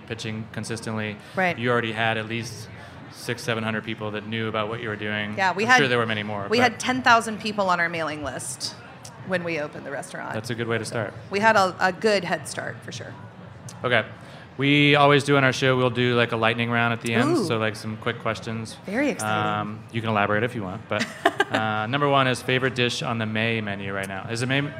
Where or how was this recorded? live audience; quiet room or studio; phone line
live audience